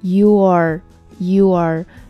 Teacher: 这里的连读就是需要在他们两个元音中间加一个小小的 w，w，这个音。因为呢，这个 you 里面的 u，因为它发音本身的特点，它自带了一个稳的音在里面，所以呢，当这两个词 u、r 连在一起的时候，就在它们之间加一个稳，就是 W 的那个稳的音进去。u、r，u、r。最后呢， Flora 在这里给大家分享一个关于弱读的概念。在一个句子里面呢，实词往往是需要重读的，而虚词则弱读。实词就是那些名词、动词、形容词、副词，凡是你能想象出来的，它有实际的意思在的那样的词就是实词。而虚词呢，就是那些在句子里面起语法支撑作用的词，它没有太多实际的意义。这样的词呢，你可以把它弱读。而弱读的